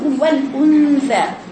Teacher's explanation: طرف لسانه قريب جدا من النون ثم انتقل إلى الثاء